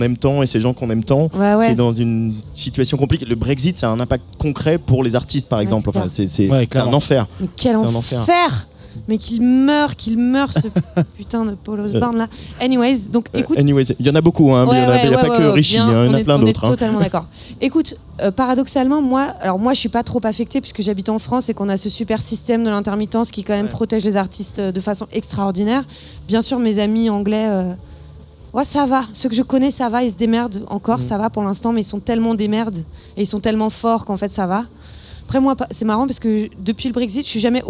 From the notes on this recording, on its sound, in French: En direct de Rock en Seine.